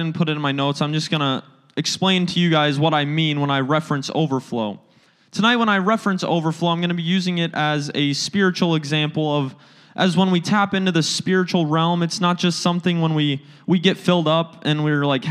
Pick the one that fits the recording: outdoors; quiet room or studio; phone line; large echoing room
large echoing room